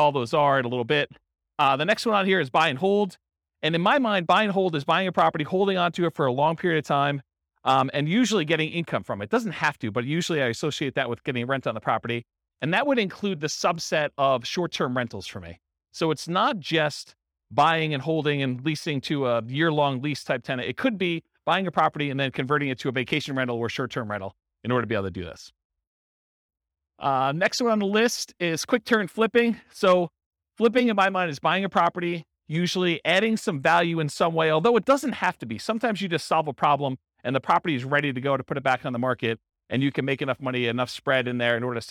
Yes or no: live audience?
yes